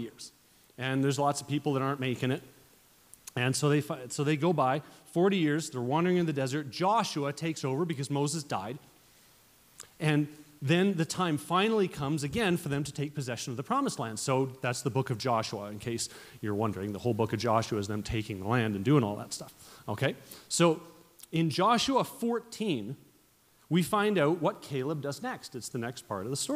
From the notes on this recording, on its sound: at Resurgence Edmonton on Saturday, January 12 at Shiloh Baptist Church.